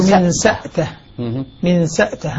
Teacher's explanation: يقول من سأته سكون همزته ماض المرموز له بالميم هو ابن ذكوان يقرأ الهمزة ساكنة وتأكل من سأته من سأته همزة ساكنة.